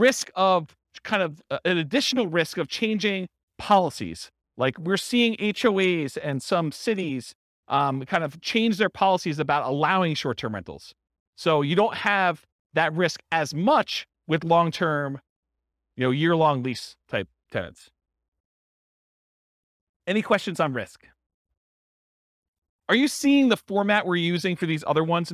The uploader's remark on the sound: This was a live class recorded